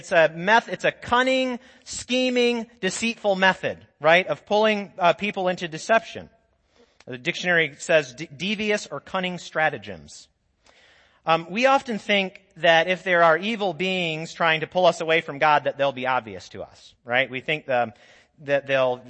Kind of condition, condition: setting, large echoing room